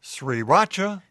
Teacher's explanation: with the accent on the first syllable, with a rising tone like asking a question